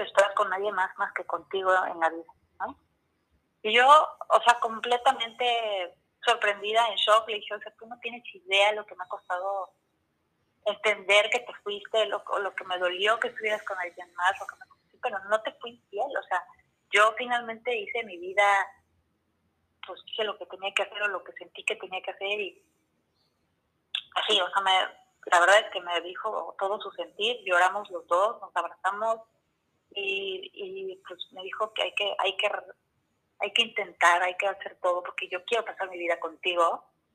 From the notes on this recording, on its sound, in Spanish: El sonido está un poco bajo y no tan claro porque lo hicimos telefónicamente